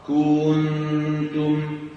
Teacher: الضغط الزائد والتطويل الزائد للضمة يكاد يولد منها إيه؟ واو · Term: التمطيط